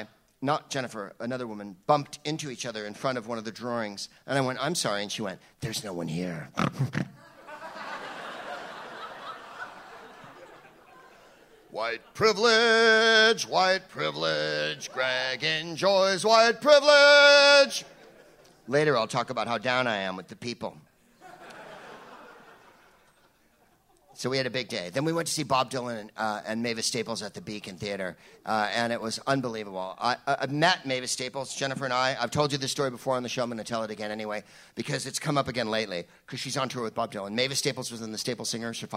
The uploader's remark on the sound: Live from the Bell House in Brooklyn